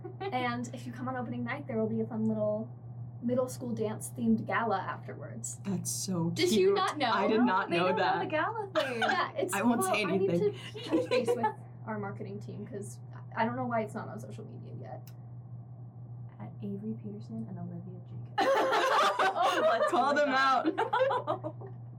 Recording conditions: poor microphone